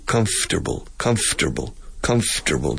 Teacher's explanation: Y alargamos la F un poco, su sonido.